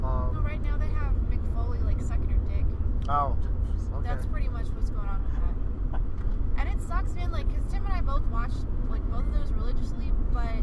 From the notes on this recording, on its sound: Torn Quadcast Road Trip. We recorded it on our way to San Antonio for Evolve 77 and NXT Takeover: San Antonio, so mind the background noise.